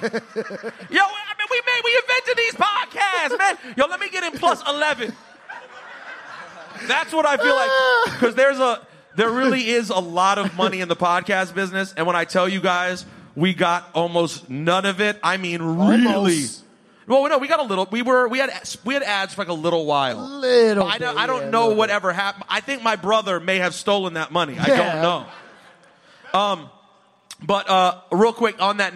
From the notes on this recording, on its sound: Live from Highline Ballroom. Returned to New York City and did a live show.